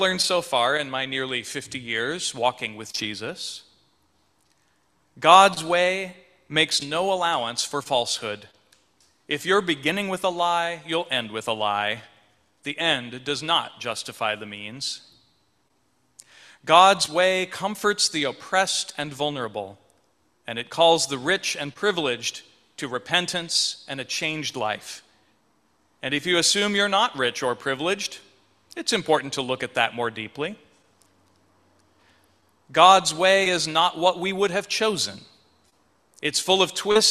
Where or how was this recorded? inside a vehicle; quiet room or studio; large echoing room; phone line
large echoing room